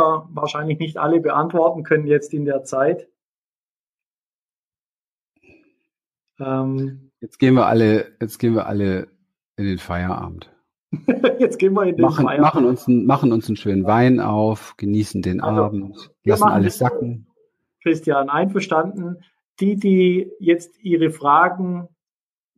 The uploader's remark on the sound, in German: Anlässlich des Live-Events der Liebesrevolution in Erzhausen bei Frankfurt. In einem Live-Webinar.